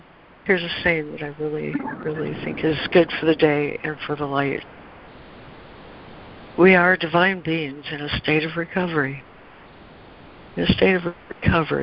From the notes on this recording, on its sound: ACIM Daily Conference Call.